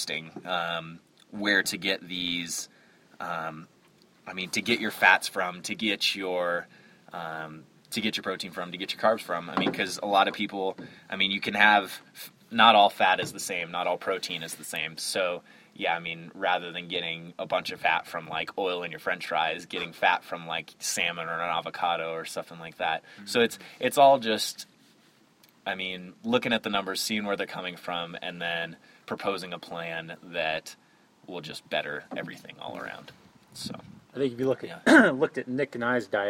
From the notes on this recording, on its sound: The wind has many other plans. I am still learning all about the audio side of things.